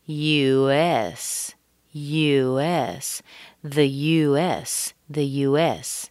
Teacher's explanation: we start kind of in the middle, we drop down, we go up, and we go down again.